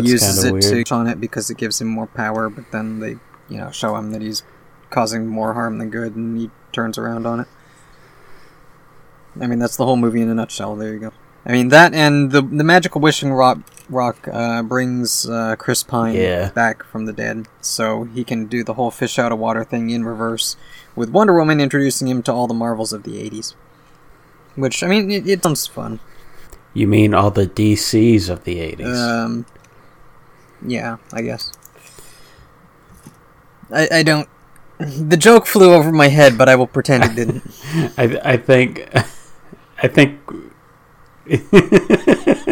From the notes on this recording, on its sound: With apologies for the audio quality; it was clipping worse than usual this time.